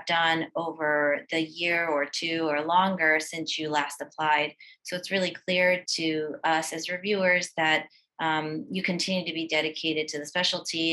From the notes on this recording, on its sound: This episode of the DIGA podcast is a recording of the combined DIGA and Association of Professors of Dermatology Webinar held on August 25 of 2022